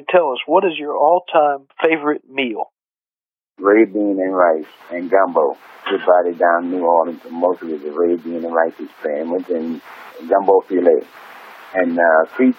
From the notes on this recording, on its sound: But, there was an interview recorded over the telephone from before that. It went out on the radio in 2008.